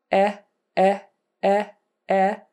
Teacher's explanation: Short E is up a little more with the jaw.